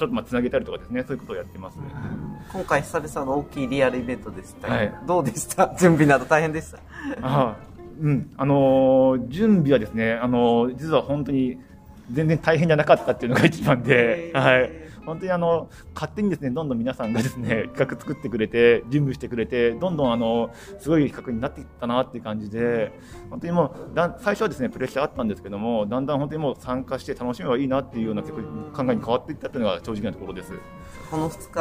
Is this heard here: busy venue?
yes